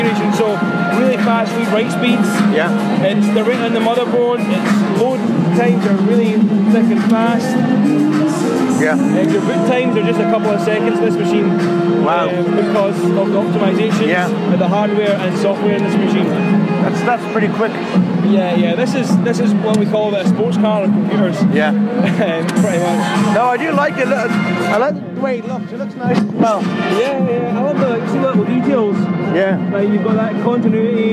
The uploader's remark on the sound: As this was recorded at a live event you will hear some background noise.